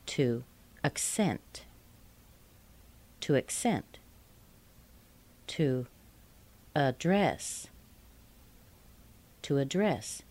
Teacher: We start with a very weak sound. In fact, a schwa. And then go up to a primary stress and glide down.